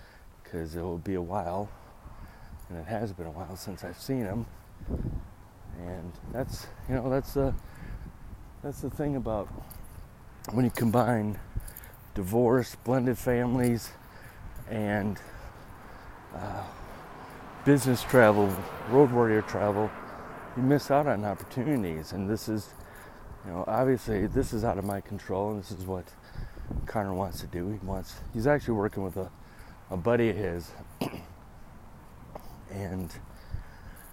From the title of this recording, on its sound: you come with my on a walk to getting my haircut